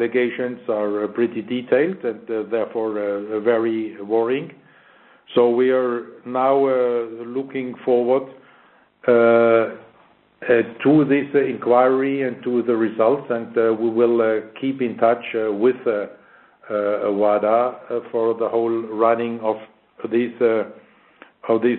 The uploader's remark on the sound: IOC Conference Call